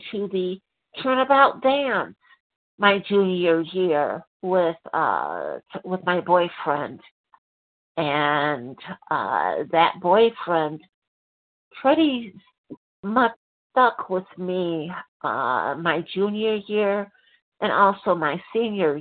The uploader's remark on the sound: 100 Pounders Phone Meeting